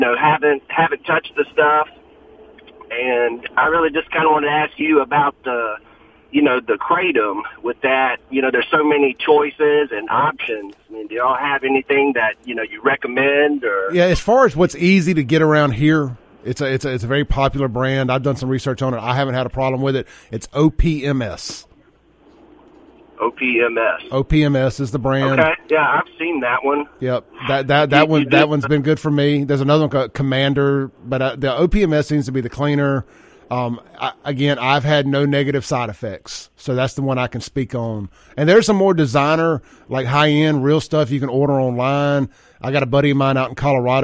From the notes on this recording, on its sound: It was a really entertaining phone call.